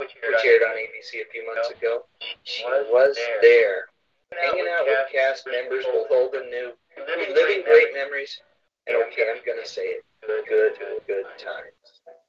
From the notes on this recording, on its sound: Your phone calls.